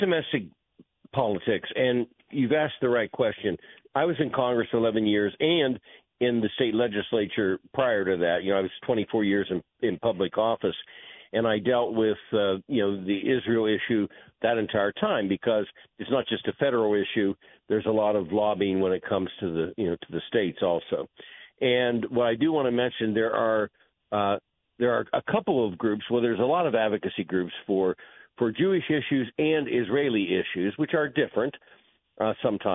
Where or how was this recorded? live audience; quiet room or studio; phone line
phone line